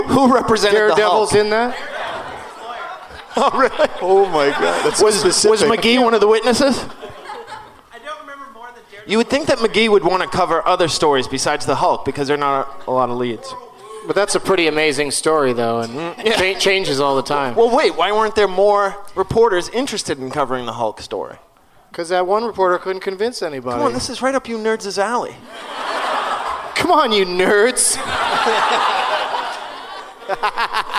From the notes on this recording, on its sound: Live from the Gramercy Theater in NYC